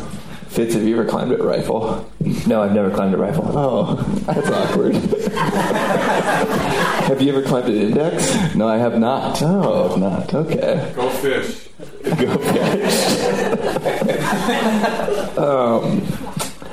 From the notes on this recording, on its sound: Live at 5Point. We tape a live one in front of an audience at for the 5Point Film Festival.